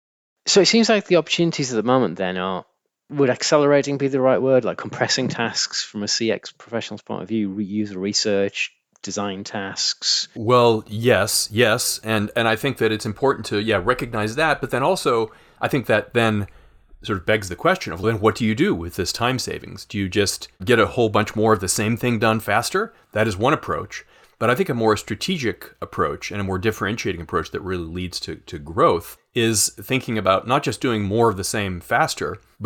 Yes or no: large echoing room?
no